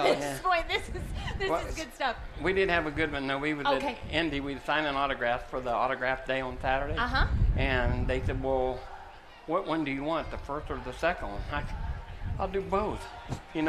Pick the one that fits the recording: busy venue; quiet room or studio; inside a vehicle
busy venue